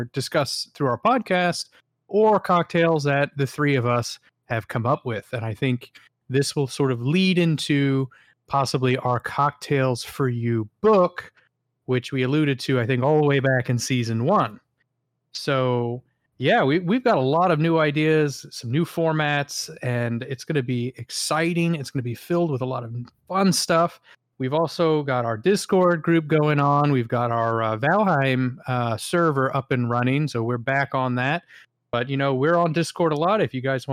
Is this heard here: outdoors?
no